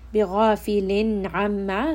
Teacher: here we have tanween followed by ayn, which is a letter of the throat, meaning that there is going to be idhar. Noon sound is going to be clear.